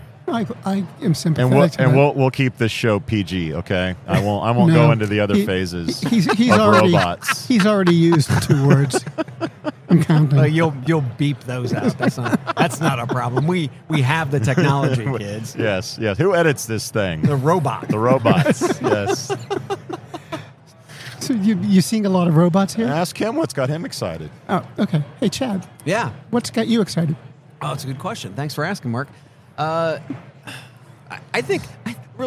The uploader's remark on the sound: Live at the HR tech 2022 conference.